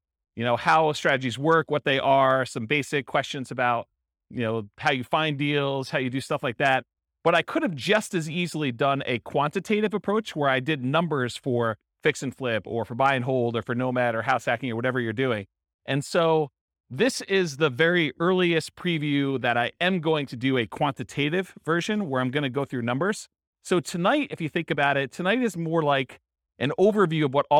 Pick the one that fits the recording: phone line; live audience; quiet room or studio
live audience